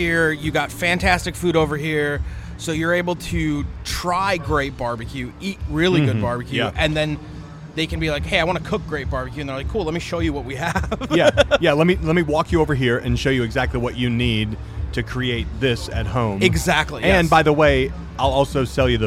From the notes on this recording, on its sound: We are live from The BBQ LOve Fest in Tampa Florida again sitting down with another amazing pitmaster.